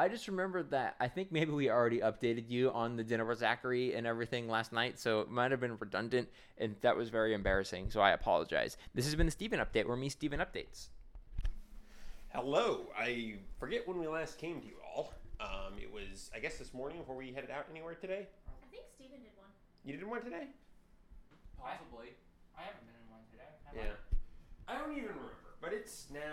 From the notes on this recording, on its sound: oops we recorded in the wind